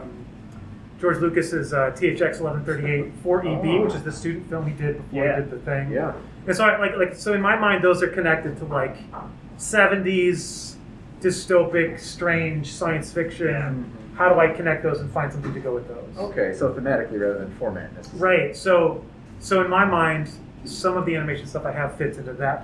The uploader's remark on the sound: Listening note: Live audio from the Trylon lobby. Socially distanced. Great conversation, suboptimal audio quality.